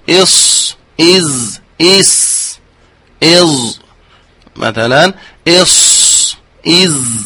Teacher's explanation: تسمى بالحروف الأسلية نسبة إلى أسلة اللسان وهو مستدقه يعني رأس اللسان